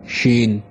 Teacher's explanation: язык не касается ни десен, ни губ, ничего не касается, просто стоит как бы.